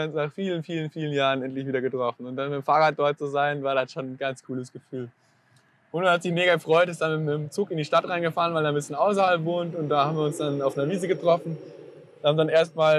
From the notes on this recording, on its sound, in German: Da das ganze ja live auf der Parkbank und nicht in einem "ruhigen Tonstudio" aufgenommen wurde, gehören ein paar Nebengeräusche einfach mit dazu ;)